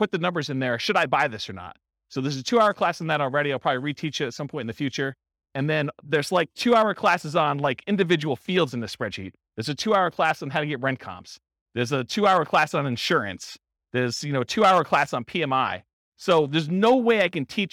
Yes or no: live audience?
yes